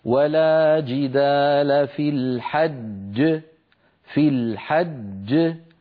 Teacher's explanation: الجيم التي كانت مكسورة في الوصل لما نقف عليها تسكن وتتقلقل، أما التي قبلها فهي مدغمة · Term: القلقلة